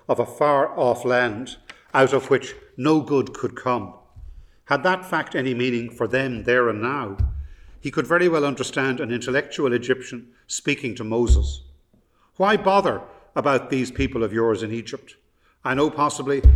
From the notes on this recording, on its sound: The Lecture was delivered from the King's Inns.